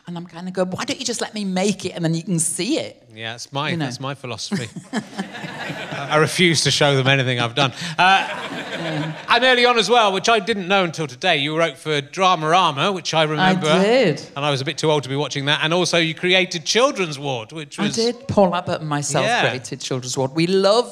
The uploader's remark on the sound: RHLSTP comes to the Long Division Festival at the beautiful Wakefield Theatre Royal